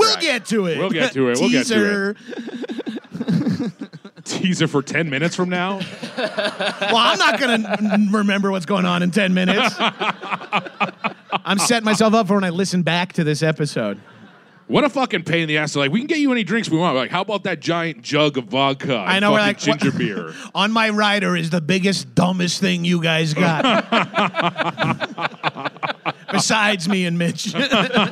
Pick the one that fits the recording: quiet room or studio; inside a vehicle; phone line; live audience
live audience